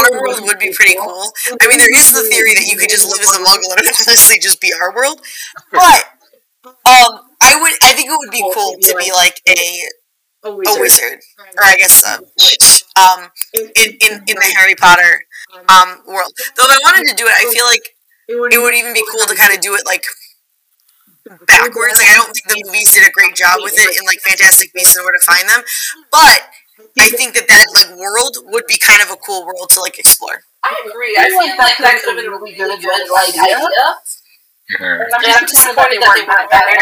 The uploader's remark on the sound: We apologize for the echo in this episode- it was one of the earliest episodes that we recorded, and we are improving with every record.